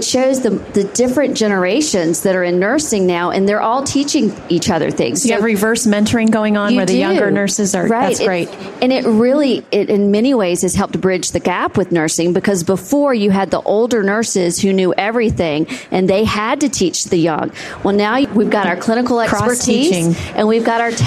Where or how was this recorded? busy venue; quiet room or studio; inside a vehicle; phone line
busy venue